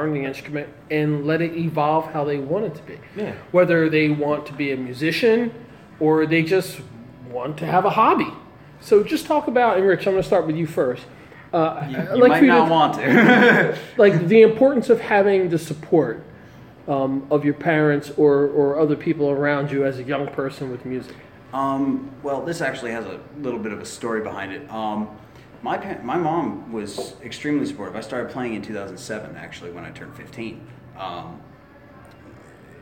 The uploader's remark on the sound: during a rehearsal session at Champs in Trenton NJ